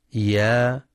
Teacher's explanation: يا، حركتان لأنها من حروف حي طهر، تمد أيضا بمقدار حركتين